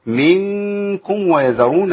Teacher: عندنا اخفاء هنا، النون مع الكاف، واي نون ساكنه او تنوين مع الكاف يبقى ايه، بنخفي النون او التنوين مع الكاف. منكم ويذرون ازواجا ازواجا يتربصن، برضو عندنا مشكله، راء مفخمه وبعديها بقى مرققه وبعديها صاد مفخمه، يبقى محتاجين نعمل ايه يا شيخنا؟